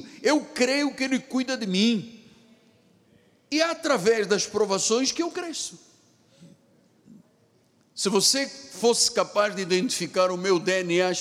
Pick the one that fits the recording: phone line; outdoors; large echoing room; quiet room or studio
large echoing room